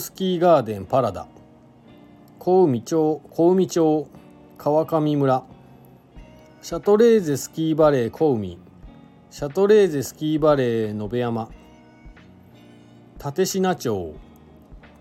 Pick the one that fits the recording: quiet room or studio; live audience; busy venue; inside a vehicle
inside a vehicle